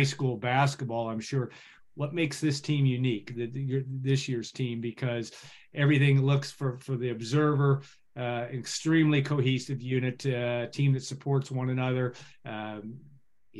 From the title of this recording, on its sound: Birthday Zoom